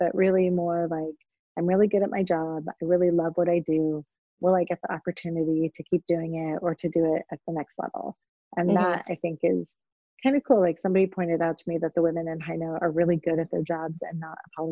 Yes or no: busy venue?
no